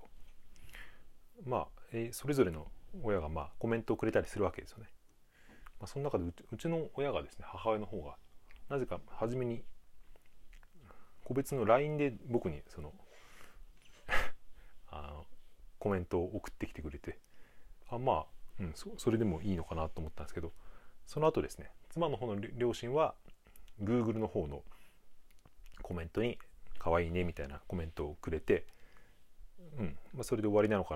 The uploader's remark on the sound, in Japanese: 子どもがいる中で収録したら、話がグダグダになってしまいました。この環境でRadiotalk 配信をしようとするガッツだけ見て頂けたらと思います（笑）。